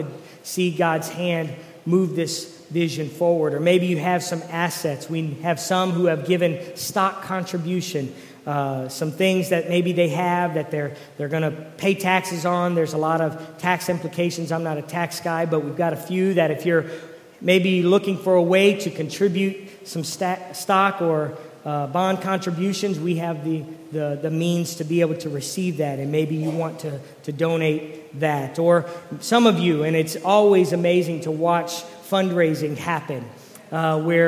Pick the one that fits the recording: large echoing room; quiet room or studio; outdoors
large echoing room